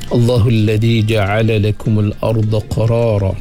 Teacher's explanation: Tebalkan pada huruf ar. Ar, ra mati sebelum dia, berbaris di atas.